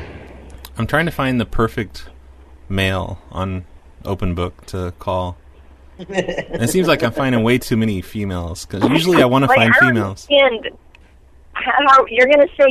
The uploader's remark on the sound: Prank Phone Calls